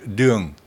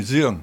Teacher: Le « dung », un « d » normal, est devenu « zung ».